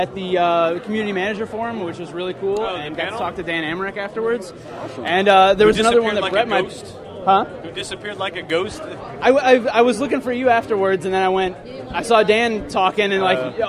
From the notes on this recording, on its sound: LIVE from Boston’s PAX East 2012 extravaganza!